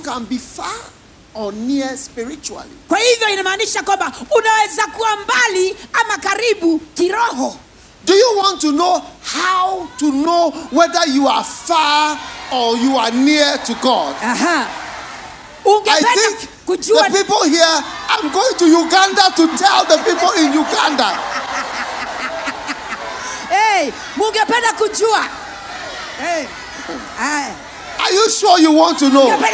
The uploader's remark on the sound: Preached at the Healing Jesus Crusade, Nyeri-Kenya, on the 2nd & 3rd December, 2022.